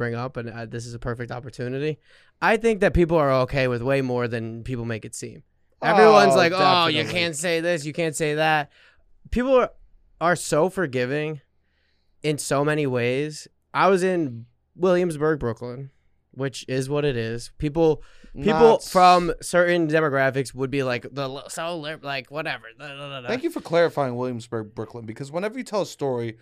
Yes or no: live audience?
no